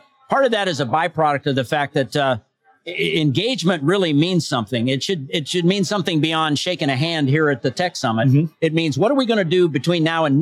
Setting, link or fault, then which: setting, busy venue